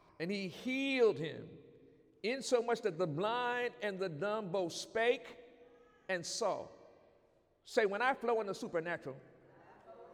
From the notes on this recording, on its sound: During Sunday morning service on December 22, 2019